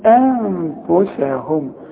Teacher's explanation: واحنا قلنا قبل كده ما نقولش انفسهم انفو يا راجل، هنقول انفسهم كل الكلمه مرققه